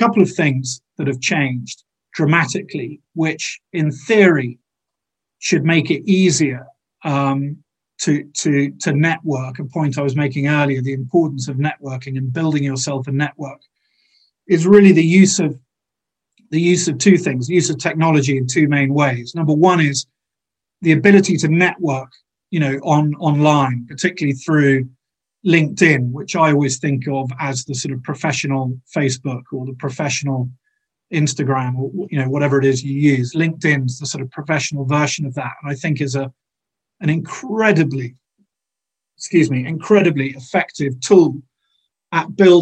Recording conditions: video call